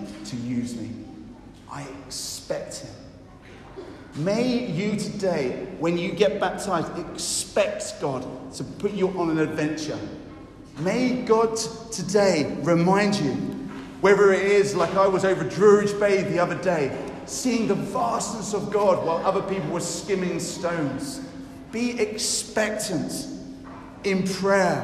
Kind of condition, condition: setting, large echoing room